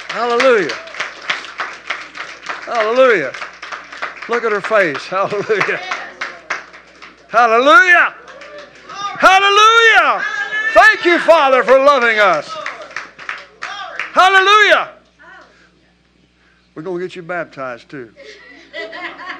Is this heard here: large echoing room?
yes